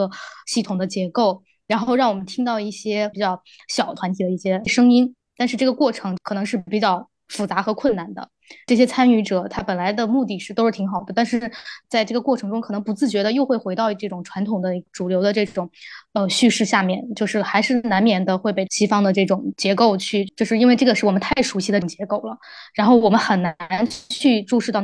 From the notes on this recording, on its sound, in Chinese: 本期为线上录制，小部分音质受损，还请见谅！